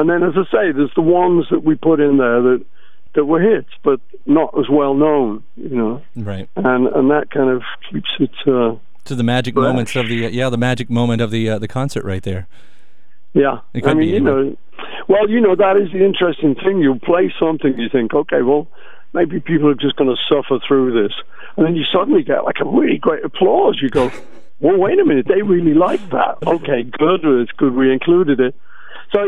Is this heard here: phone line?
yes